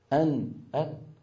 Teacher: من الأنف، من فتحتي الأنف، من مكان خلف الأنف والتجويف الأنفي الذي كانت تسميه العرب الخيشوم. أن أن، إذن النون من طرف اللسان ويصاحبها غنة